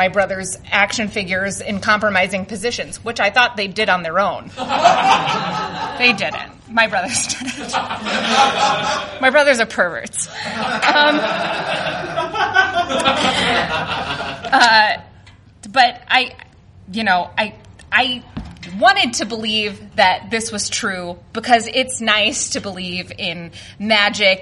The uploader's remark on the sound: From the Chicago Nerd Comedy Festival! The fest was kind enough to let us record a Your Stories podcast there to cap off opening night, so we asked some of our favorite performers from across all three days of comedy to come share stories.